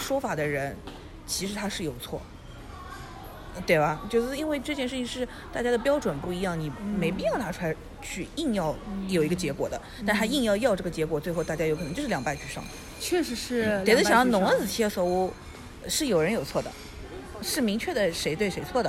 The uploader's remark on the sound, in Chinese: 每次录制基本都是在餐厅吃饭，没有条件升级录音设备。